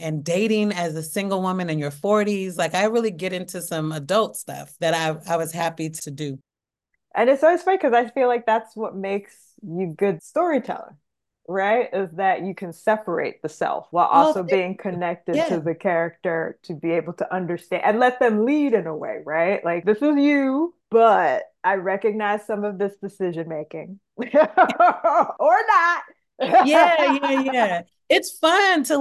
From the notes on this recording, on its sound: This interview was conducted online so there may be some audio variation.